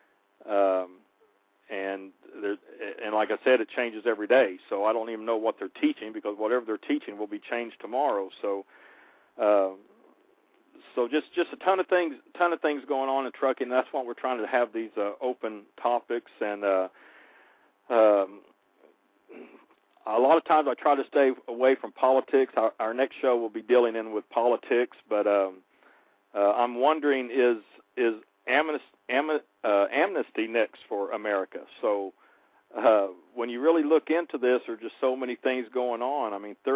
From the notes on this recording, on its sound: The phone lines are opened for the callers to decide what they want to talk about.